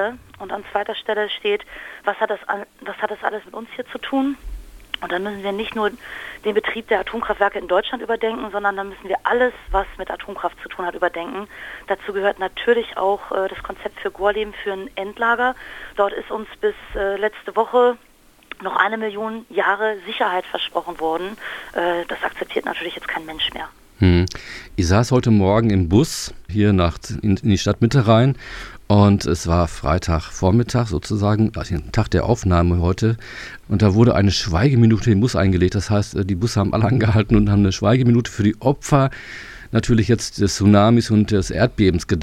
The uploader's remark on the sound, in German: Studiogespräch in vier Teilen. Per Telefon zugeschaltet.